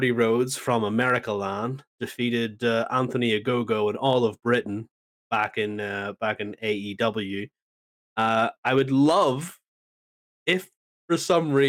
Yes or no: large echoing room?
no